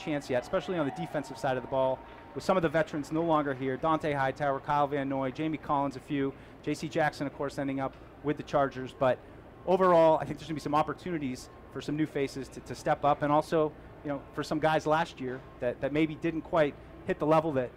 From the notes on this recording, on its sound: Live from Day 1 of Training Camp. Broadcast live from Patriots Training Camp.